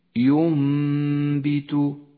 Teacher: تقلب النون الساكنة إلى ميم فتسقط النون من اللفظ ولذلك هي رمادية اللون وأما الميم لونت بالأخضر لاحتياجها إلى غنة بمقدار حركتين. · Term: حكم الإقلاب